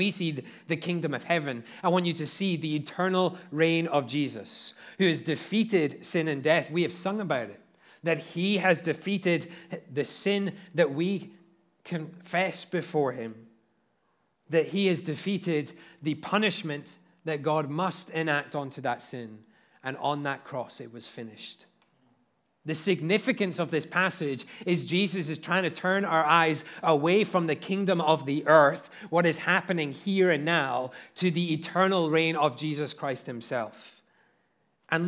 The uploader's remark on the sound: at Liberty Baptist Church in Liberty, Missouri